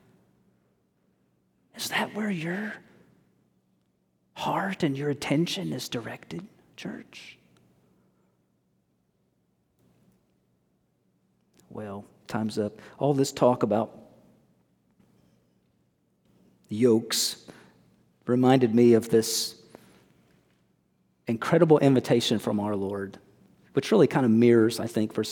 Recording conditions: large echoing room